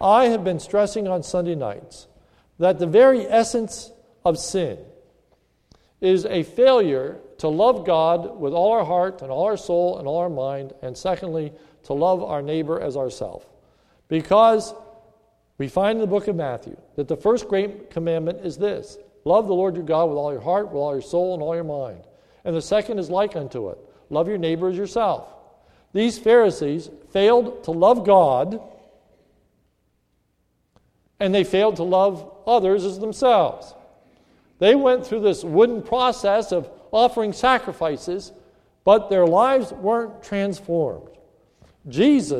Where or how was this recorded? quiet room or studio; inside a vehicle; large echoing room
large echoing room